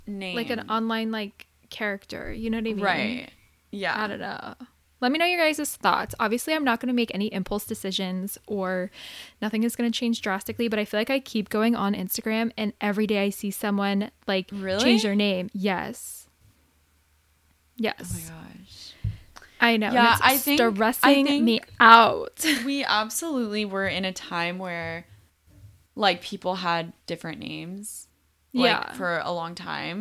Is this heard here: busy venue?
no